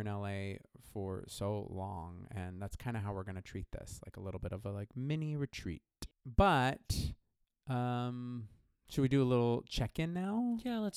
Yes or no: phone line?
no